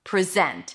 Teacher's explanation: If it's a verb, the stress is going to be on the second syllable, present. And that is always the case with words that have two syllables and they are spelled the same and you know that they have two different meanings.